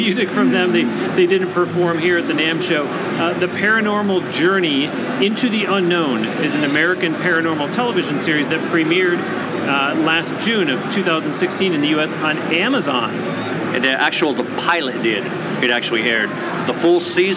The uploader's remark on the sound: sat down for a Q&A as well during the Winter 2017 NAMM show in California